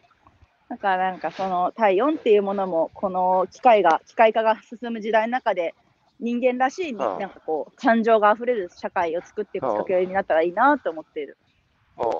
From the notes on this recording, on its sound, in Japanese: 歩きながら1時間、対談する。